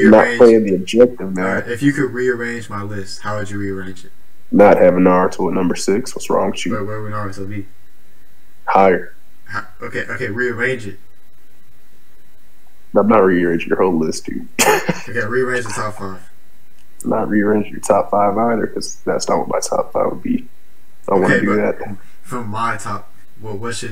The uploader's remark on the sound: This podcast was recorded over a year ago. Sorry about the audio issues on this one.